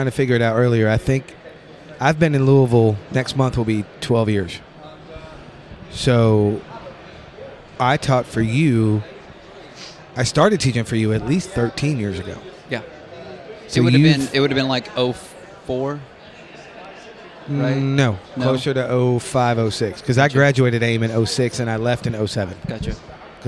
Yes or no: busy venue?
yes